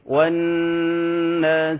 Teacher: النون عليها حرف شدة، حرف شدة، فغنها حركتين